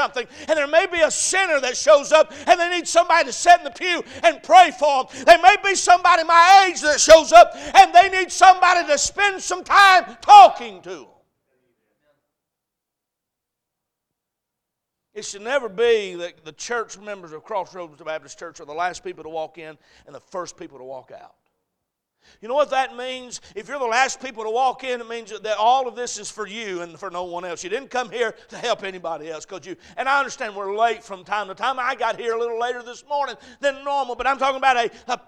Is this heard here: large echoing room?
yes